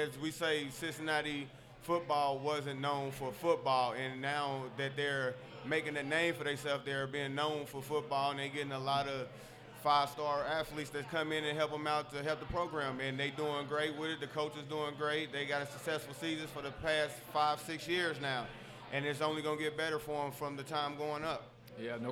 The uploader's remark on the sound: LIVE at Mio's in Clifton!